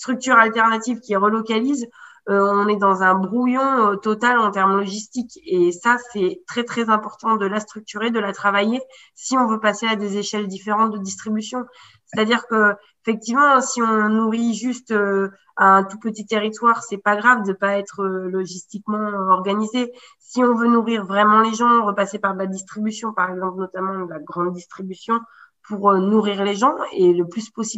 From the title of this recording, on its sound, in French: 6 novembre 2020 en visio